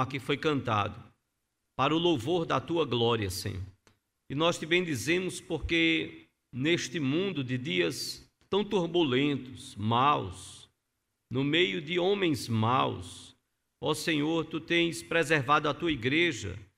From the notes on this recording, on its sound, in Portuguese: No culto transmitido on-line a partir do templo no domingo (30/05/2021) à noite (18h), sem público conforme decreto do governo do estado de PE devido à Pandemia da COVID-19.